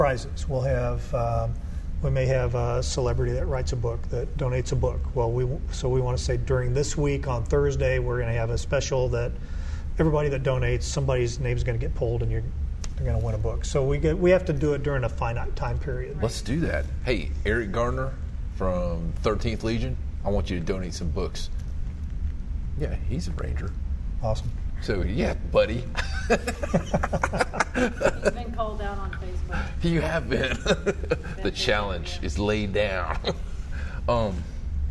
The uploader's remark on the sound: Recorded at VetXPO 2018 Gallant Few in Ft Worth Texas.